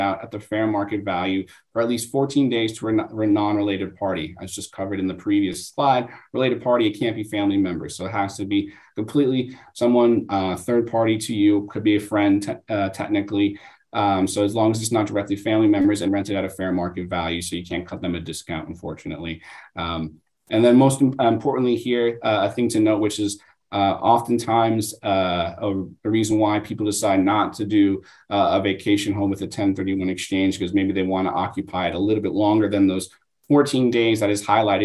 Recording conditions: video call